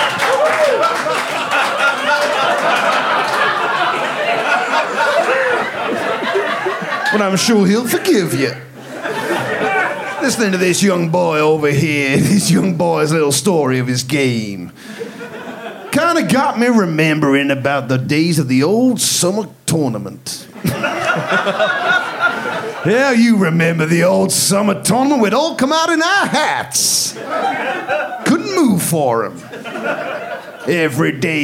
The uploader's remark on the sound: recorded live at The Phoenix pub